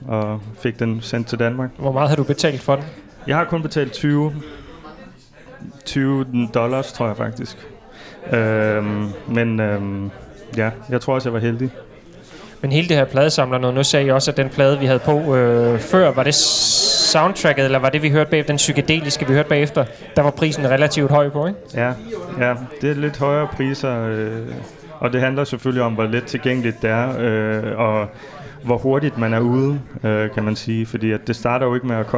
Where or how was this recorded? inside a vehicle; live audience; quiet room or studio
live audience